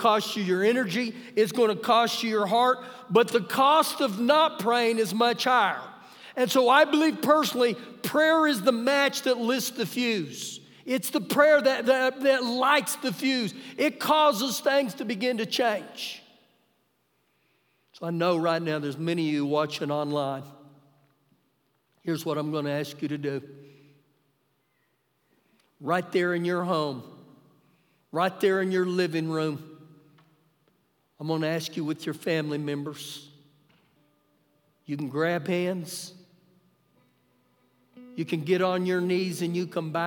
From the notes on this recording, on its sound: Ecorded live during our Wednesday night service.